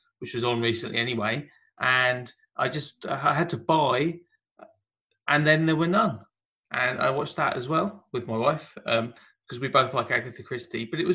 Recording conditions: video call